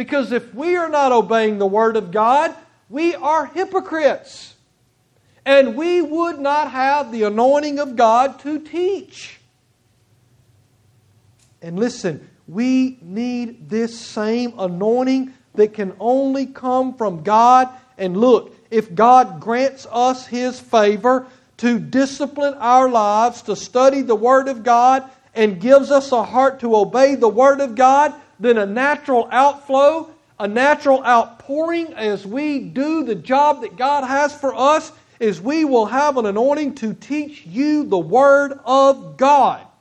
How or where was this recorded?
large echoing room